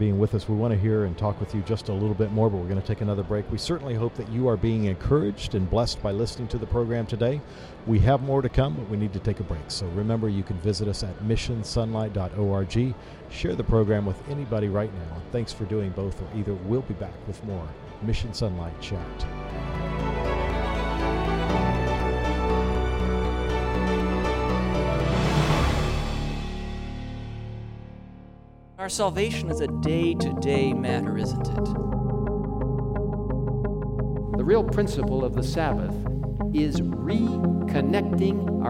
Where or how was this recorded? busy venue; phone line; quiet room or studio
busy venue